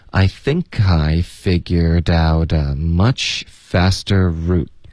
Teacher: root 的这个 t 呢我们会省略 root OK 所以就不会发 root 这样大部分的情况就会给省了 root OK 整个句子就是 I think I figured out a much faster route 不错 I think I figured out a much faster route.对啊 I figured out a much faster route.你要把这个音牢牢地记在你的脑海里。